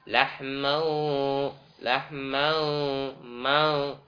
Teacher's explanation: Tamtid yakni pemanjangan, bukan pada tempatnya.